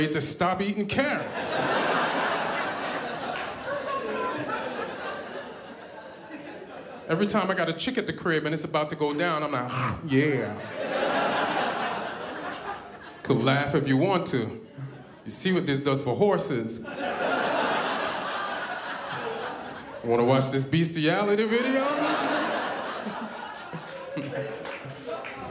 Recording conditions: live audience